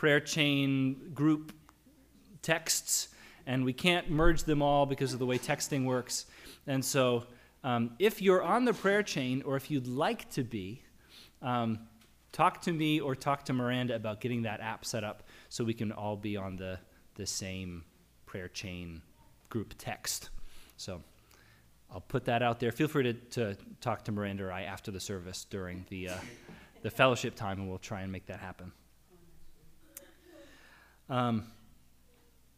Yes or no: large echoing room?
yes